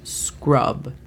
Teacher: De nuevo, metemos la H ahí porque la pronunciación de la A acá no es de una A normal. La hacemos un poco más cerrada